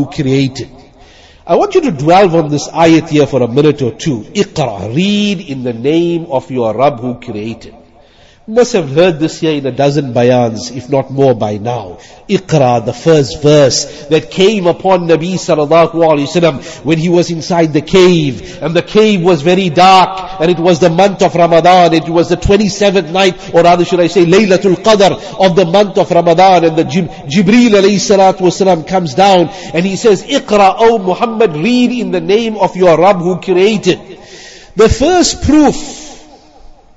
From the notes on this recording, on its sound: Jumuah lecture